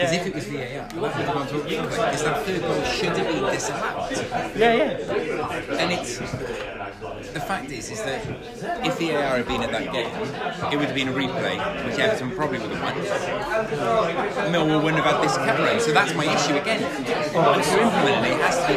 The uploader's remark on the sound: This week we hosted our first live show at Little Man Coffee Cardiff and it sold out.